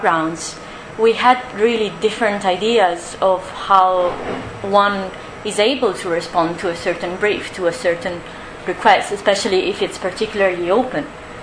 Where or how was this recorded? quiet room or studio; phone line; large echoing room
large echoing room